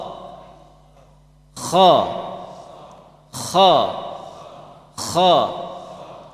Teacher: Kha dan ghain huruf isti'la. Ketika antum mengucapkan kha dan ghain, ini lidahnya dinaikkan ke atas untuk menebalkannya.